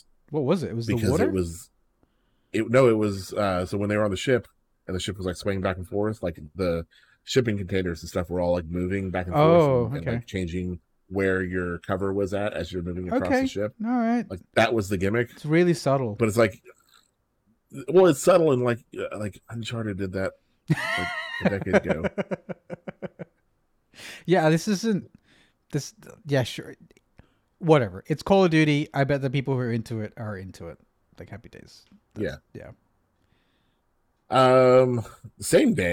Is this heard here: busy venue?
no